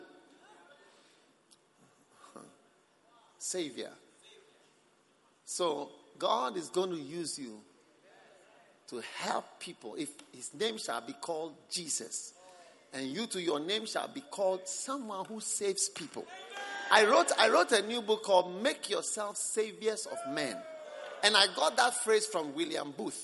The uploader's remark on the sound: Preached at the Christmas Service.